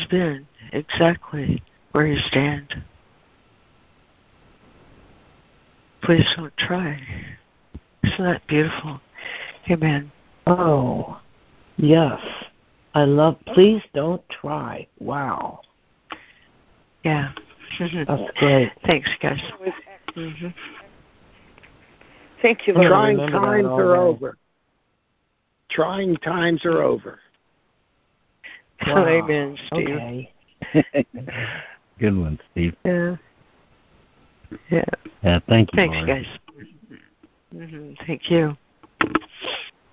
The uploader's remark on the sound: ACIM Daily Conference Call